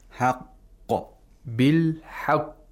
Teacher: The Qaf has Tashdeed, has Shadda. And so you have to pronounce it with intensity, with emphasis. And also it has qalqala. · You hold the first qaf without releasing it. You release the second qaf with qalqala.